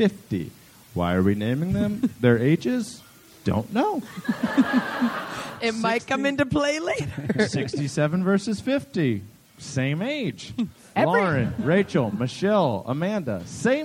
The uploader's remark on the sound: live from The Bell House in Brooklyn, NY